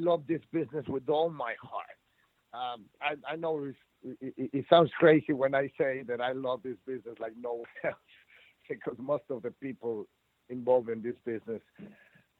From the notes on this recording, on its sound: the audio from the November 29, 2107 Impact Wrestling Media Call